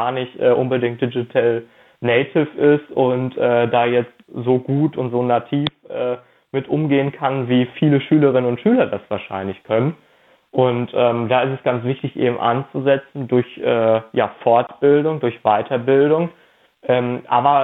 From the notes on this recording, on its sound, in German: Telefoninterview